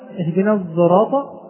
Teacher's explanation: بين الصاد والزاي أو صوت صاد مشتمل على صوت زاي